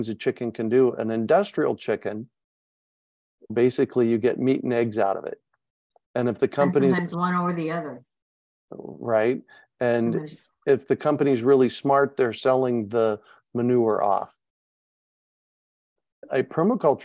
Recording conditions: video call